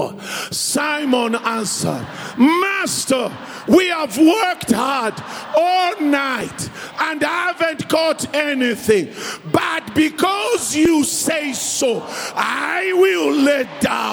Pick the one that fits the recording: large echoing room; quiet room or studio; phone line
large echoing room